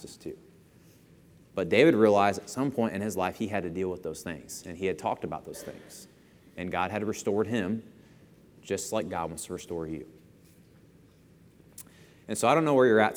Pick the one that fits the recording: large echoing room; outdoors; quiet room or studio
large echoing room